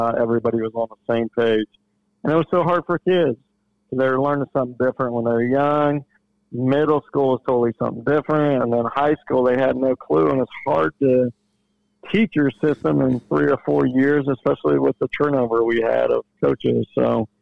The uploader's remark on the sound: called in to the garage.